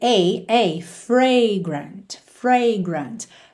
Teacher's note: esse som da primeira letra A é o A aberto